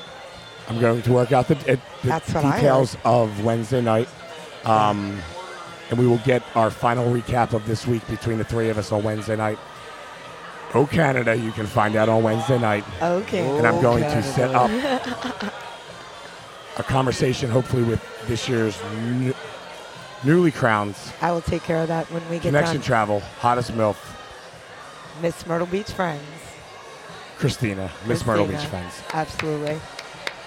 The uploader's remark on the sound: Crowning LIVE from Hedo